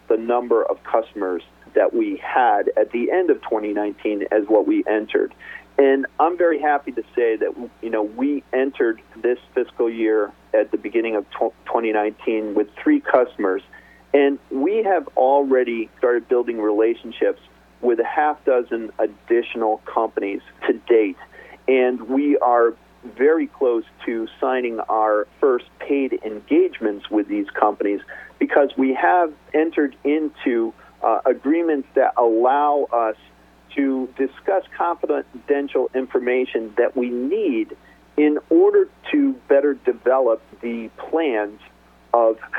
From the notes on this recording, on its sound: called in to SmallCapVoice.